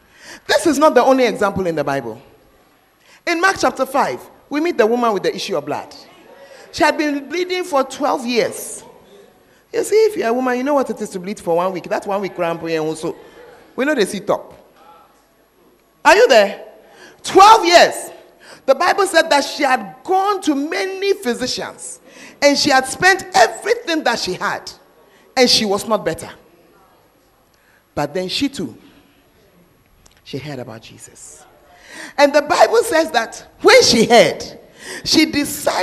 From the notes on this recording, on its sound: Preached At The Fountain Of Life Cathedral